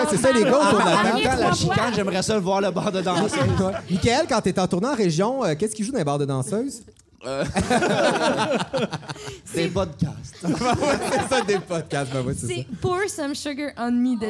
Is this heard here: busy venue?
yes